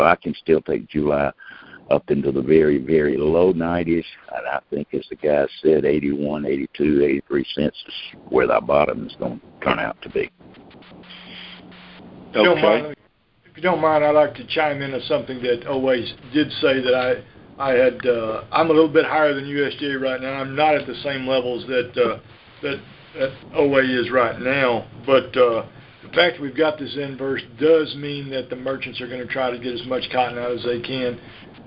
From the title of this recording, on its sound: May 2018 Monthly Conference Call